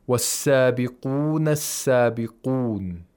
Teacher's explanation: the qaf is pronounced deeply in the throat